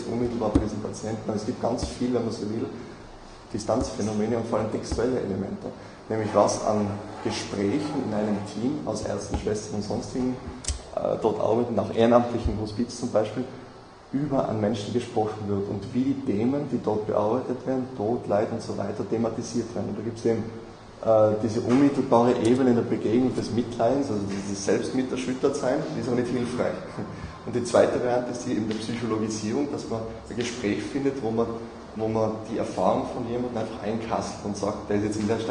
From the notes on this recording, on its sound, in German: Diskussion zum Vortrag.